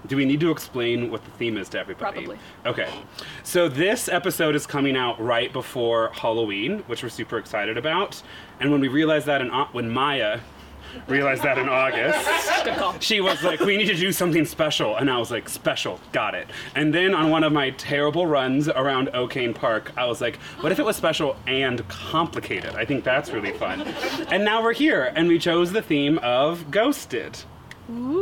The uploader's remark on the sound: The Live Show. LIVE from Denver!! Filmed and recorded in our friend's backyard.